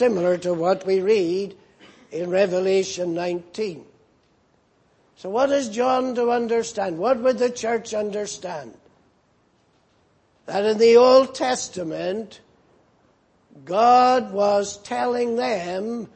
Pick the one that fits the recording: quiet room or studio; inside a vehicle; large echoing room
large echoing room